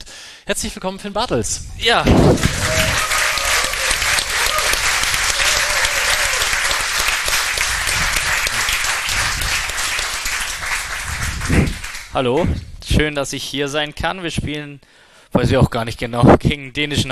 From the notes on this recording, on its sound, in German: Das war ein toller Abend in den Fanräumen. Haben wir unsere Monatssendung vor Publikum aufgezeichnet. Vielen Dank an Fanräume, die uns den Saal günstig zur Verfügung stellten.